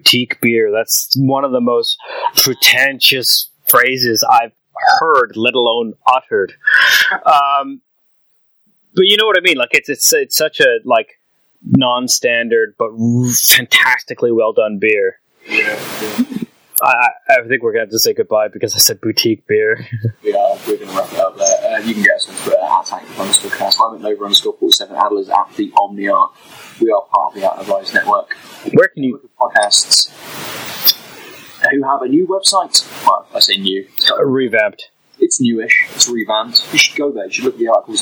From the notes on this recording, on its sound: This week the pod is plagued by the gremlins that exist in the world of tubes and audio devices. Fair warning the audio is sub-optimal, to say the least. It's listenable, but sadly there are waves of noise. Apologies for the drowning audio.